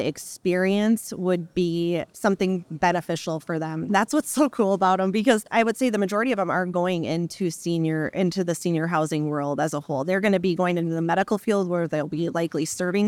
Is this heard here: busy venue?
yes